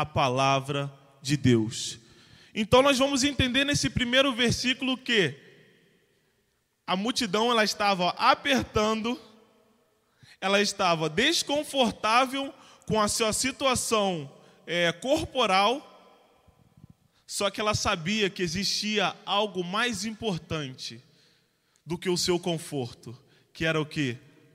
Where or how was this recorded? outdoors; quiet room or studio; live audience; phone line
live audience